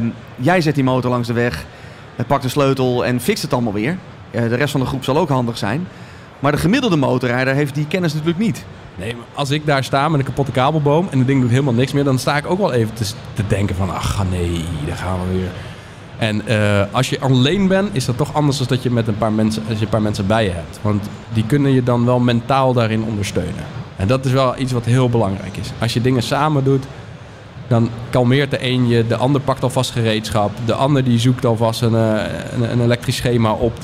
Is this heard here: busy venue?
yes